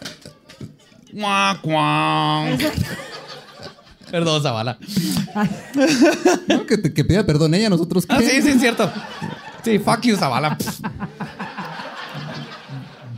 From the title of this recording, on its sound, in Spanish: en vivo